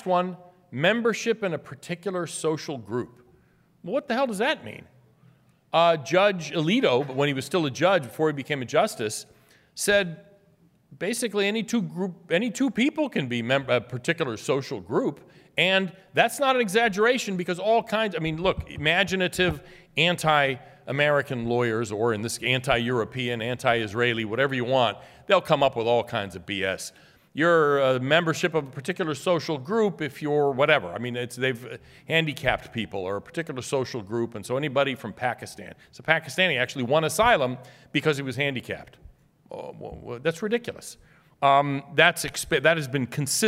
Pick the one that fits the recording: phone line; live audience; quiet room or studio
live audience